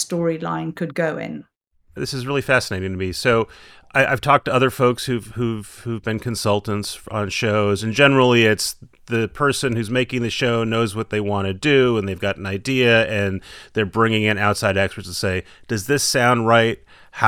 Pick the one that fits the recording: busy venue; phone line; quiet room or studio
quiet room or studio